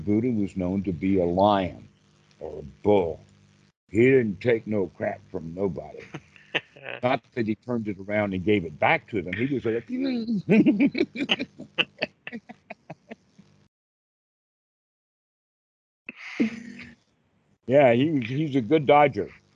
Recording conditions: video call